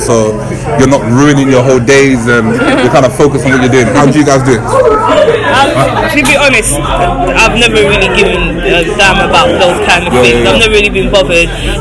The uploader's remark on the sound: Caught up with the cast of BkChat London before they went on stage at the Season 3 Reunion